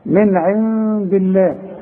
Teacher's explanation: ما دام الحرف اللي قبل لفظ الجلاله مكسور نرقق لفظ الجلاله